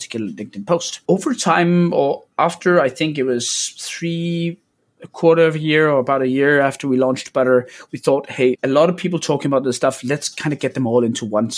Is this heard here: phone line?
no